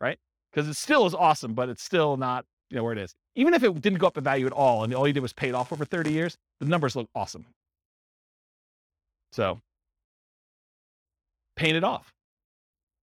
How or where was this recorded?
live audience